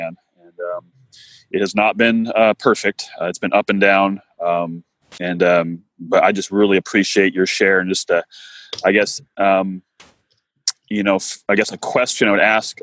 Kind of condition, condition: link, video call